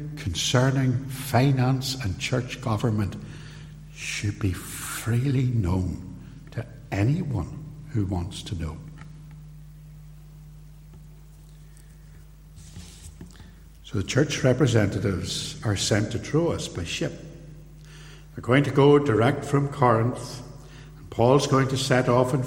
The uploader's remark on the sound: Recorded live at Templepatrick Reformed Church